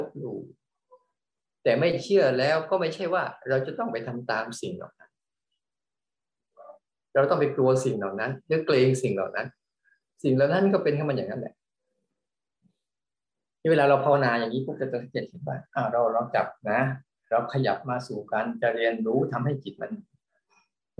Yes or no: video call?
yes